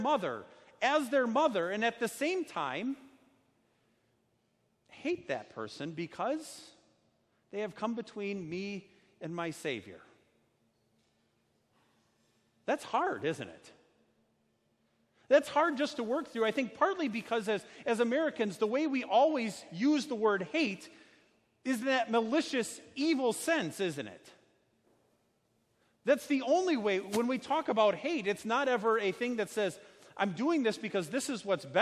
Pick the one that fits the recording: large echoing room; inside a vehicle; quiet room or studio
large echoing room